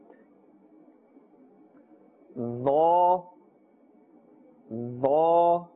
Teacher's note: The sound will emanate from the same place. So this is pronounced from the top of the tongue and the inner edge of the upper teeth · Term: za